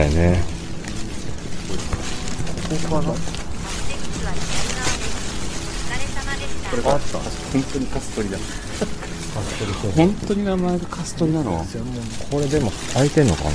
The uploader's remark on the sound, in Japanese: 新年1回目の収録は外に飛び出して町ブラロケ！せっかくここまで来たんだ足は吉原へと向かう。さっきの飛不動様から近くに吉原神社があるので、せっかくなので来ました。